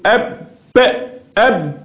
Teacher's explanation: عندما أقول أب أب تلاحظ إن في حبس جريان الصوت اللي هو الشدة، الشدة مع الجهر هيولد لقلقلة